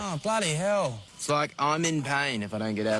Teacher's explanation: the way Australians speak. It's sort of laid back, pulled back, sort of falls back in the throat. · Term: Aussie